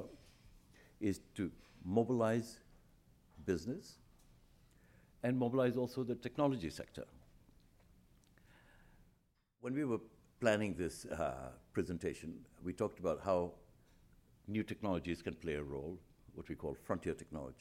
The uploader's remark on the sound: At the Council of American Ambassadors' Fall Conference, Potpourri of Diplomacy